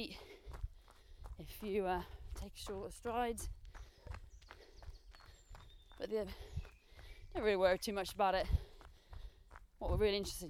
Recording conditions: outdoors